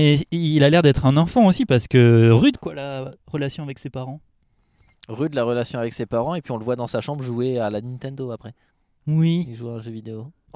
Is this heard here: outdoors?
yes